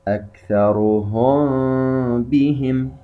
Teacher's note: ميم ساكنة بعدها حرف الباء إخفاء شفوي، نظهر الغنة بقدر حركتين